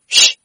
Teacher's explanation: 发这个音的时候双唇翘起向前突出上下齿微闭舌尖上扬向外吹气不震动声带 · Term: Sh 轻辅音